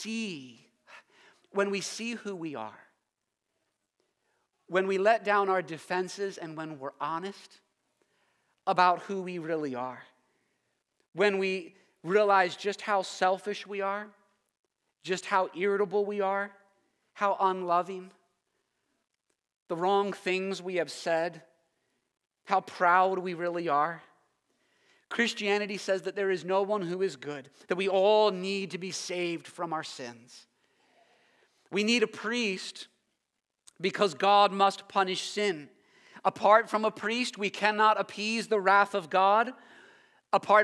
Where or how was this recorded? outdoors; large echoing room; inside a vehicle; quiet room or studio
large echoing room